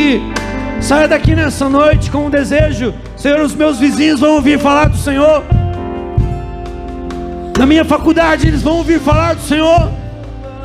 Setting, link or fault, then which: setting, large echoing room